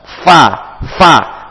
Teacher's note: fa gigi seri atas ditempelkan ke bibir bagian dalam.